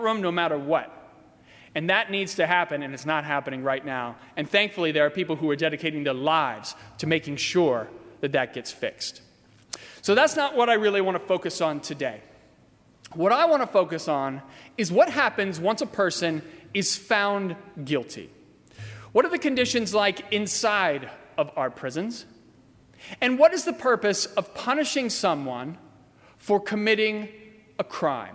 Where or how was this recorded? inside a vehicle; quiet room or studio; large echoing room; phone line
large echoing room